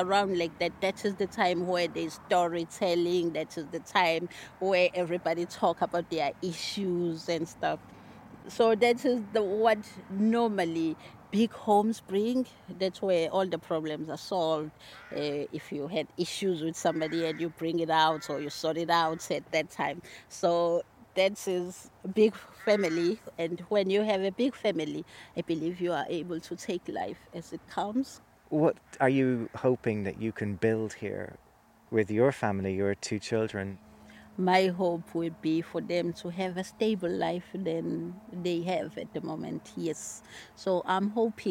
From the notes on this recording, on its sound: I visit an old burial ground at Aughadown, by the Ilen river outside Skibbereen in West Cork.